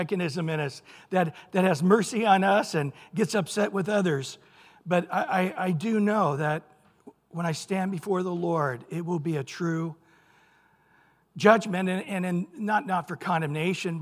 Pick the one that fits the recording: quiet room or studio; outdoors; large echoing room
large echoing room